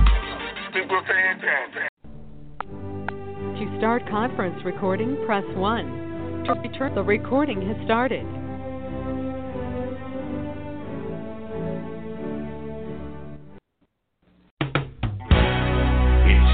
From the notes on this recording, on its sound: TNTSuperfantastic Conference Call.